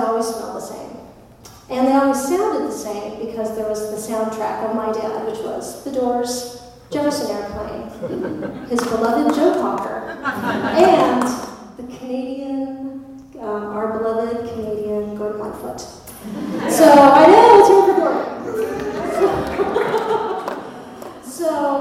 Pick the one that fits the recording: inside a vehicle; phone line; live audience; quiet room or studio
live audience